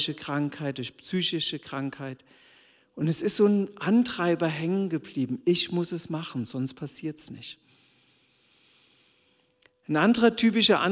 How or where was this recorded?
large echoing room